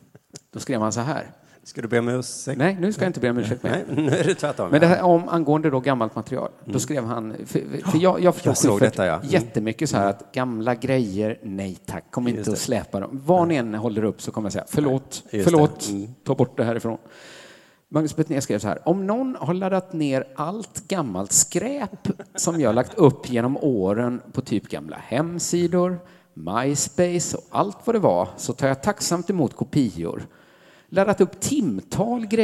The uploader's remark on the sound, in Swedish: inspelad på Draken i Göteborg